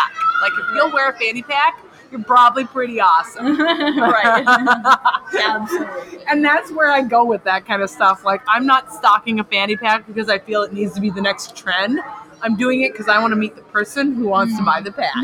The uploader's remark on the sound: Minnesota State Fair. We recorded this podcast AT THE FAIR.